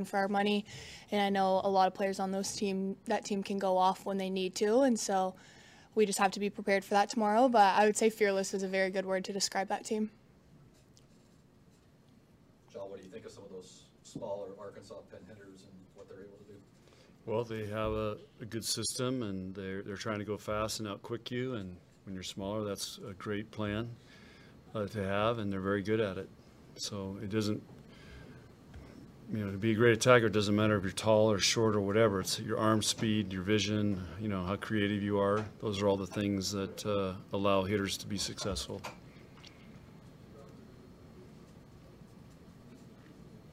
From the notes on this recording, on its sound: Nebraska NCAA Volleyball Regional Final Press Conference.